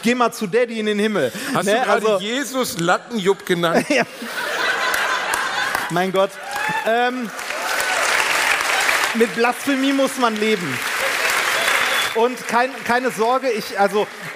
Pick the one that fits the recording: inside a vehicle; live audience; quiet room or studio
live audience